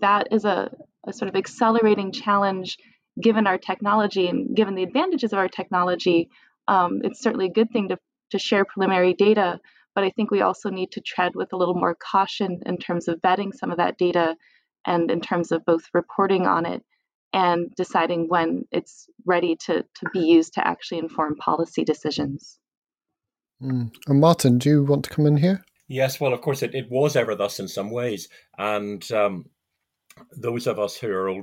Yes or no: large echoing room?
no